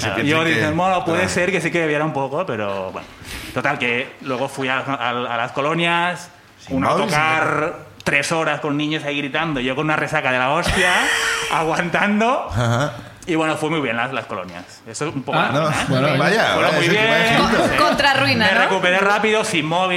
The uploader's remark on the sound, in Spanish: El público nos cuenta